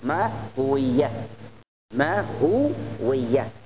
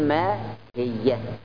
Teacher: فأيضا من ما هو كل ما هوية، ولكن تحذف بعد ذلك الواو وتكسر الهاء للمناسبة مع الياء · Shown in: second take